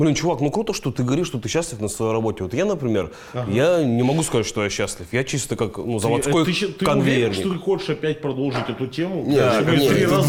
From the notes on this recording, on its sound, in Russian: Подкаст записан в барбершопе «Chop-Chop Сургут».